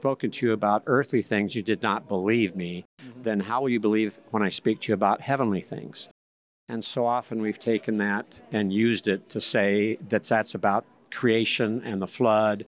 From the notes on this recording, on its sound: Live at the ICC. Together in person at the International Conference on Creationism at Cedarville University!